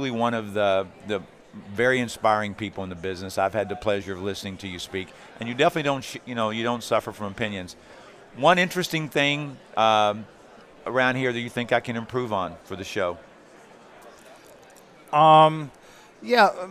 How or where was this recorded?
busy venue